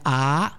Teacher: Quando fai una A, allarghi, provate a dire A, sentite la mandibola, se la bocca si apre bene, è una gutturale, una vocale più gutturale, quindi è nel fondo della gola. Se lasciate andare bene la mandibola, A.